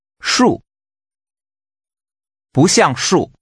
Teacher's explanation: Using a falling tone, say tree or trees.